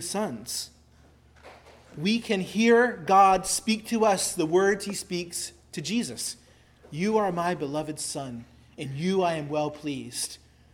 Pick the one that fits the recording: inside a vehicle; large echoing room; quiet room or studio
large echoing room